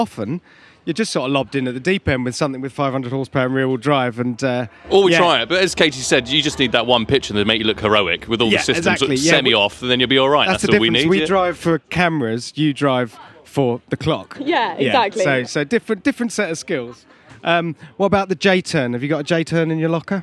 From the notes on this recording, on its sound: For this year’s Goodwood Festival of Speed, we took our microphones with us